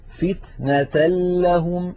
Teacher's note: مثال التنوين فتنة لهم، أيضا العمل نفسه، ننتقل من التاء إلى اللام المشددة ولم يبقى من التنوين شيء